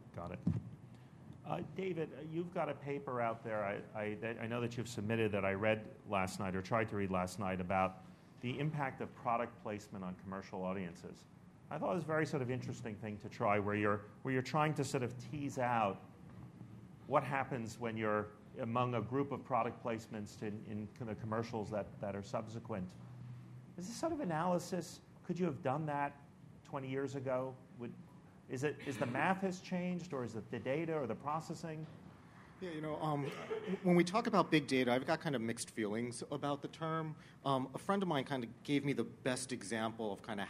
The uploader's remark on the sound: an audio recording of the TVOT NYC 2013 session